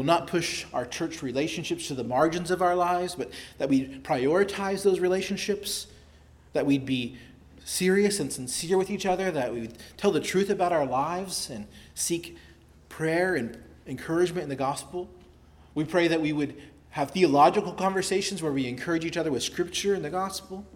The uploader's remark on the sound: preached at Christ Our Savior Baptist Church on Sunday, July 9, 2023